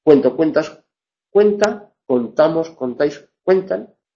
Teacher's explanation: convierte en diptongo ue la o del tema cuando esta es acentuada